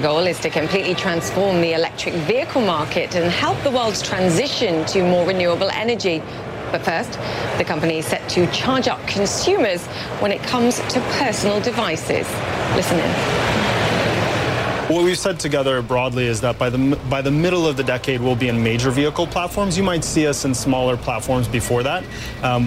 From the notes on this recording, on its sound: live from the New York Stock Exchange